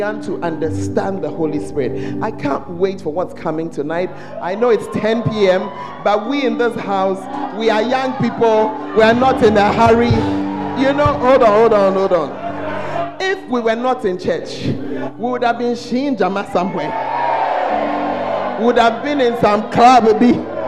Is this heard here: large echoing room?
yes